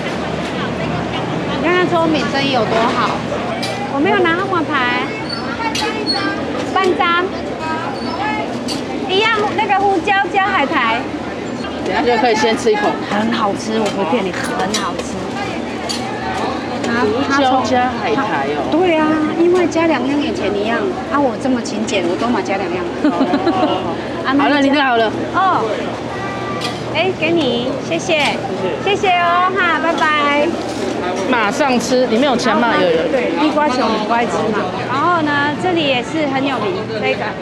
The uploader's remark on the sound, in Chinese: 高雄萬坪自由黃昏市場。現場採買並收音。